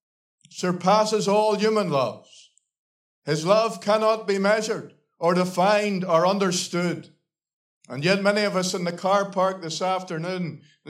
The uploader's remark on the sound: Gospel Audio Recording from Ballyclare Gospel Hall